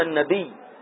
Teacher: يجوز نقول النبي بتشديد الياء، نحول الهمزة إلى ياء وتشدد ونقول النبي